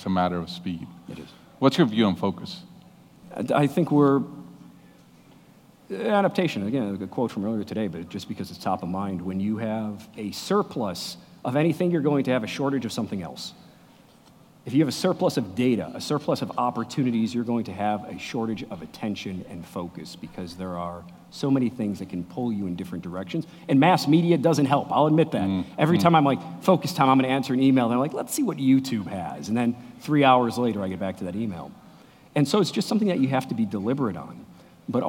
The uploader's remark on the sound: Recorded in front of a live audience at Red Ventures.